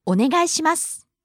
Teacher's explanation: All right, it goes up on the second syllable, and it sort of comes down at the end, but that last su, it's unvoiced, so you can just make the S sound, and you'll be cool.